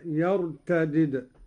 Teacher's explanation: على فك الإدغام أي بدالين: الدال الأولى مكسورة والثانية مجزومة هكذا: يرتدد، وهي لغة أهل الحجاز، وعليها الرسم المدني والشامي.